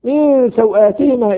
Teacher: الساكنين، فوسوس لهما الشيطان ليبدي لهما ما وري عنهما من سوآتهما إخفاء لوقوع حرف السين بعد النون الساكنة